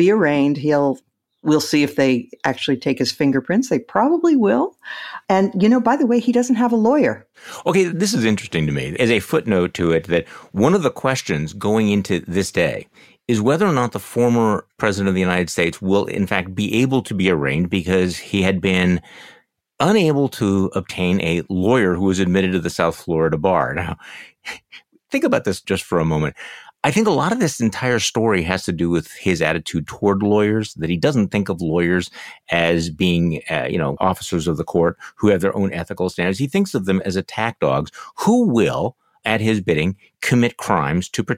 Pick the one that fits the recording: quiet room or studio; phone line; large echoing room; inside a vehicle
quiet room or studio